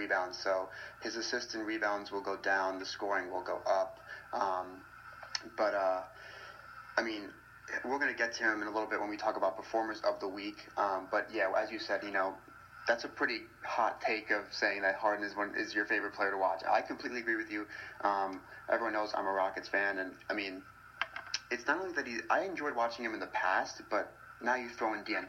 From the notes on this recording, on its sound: I APOLOGIZE FOR THE TECH DIFFICULTIES AND POOR AUDIO.